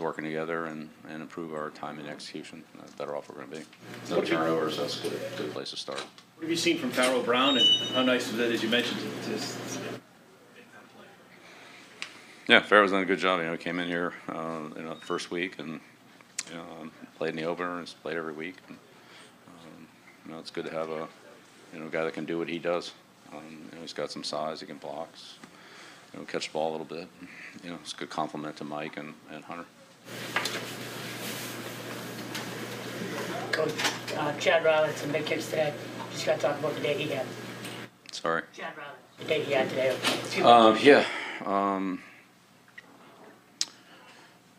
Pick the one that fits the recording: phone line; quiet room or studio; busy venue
busy venue